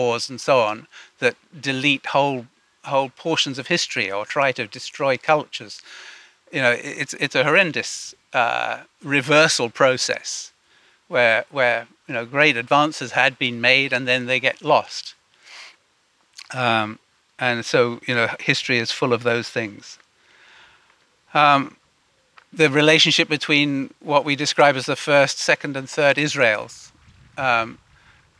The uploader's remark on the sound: Audio from a sermon in Watford Peace Garden